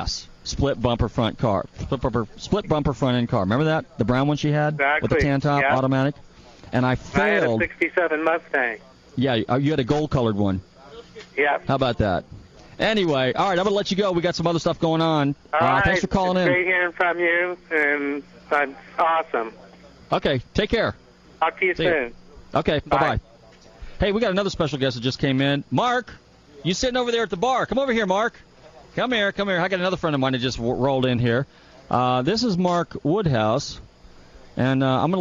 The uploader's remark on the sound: Live remote at Nauti Nancy's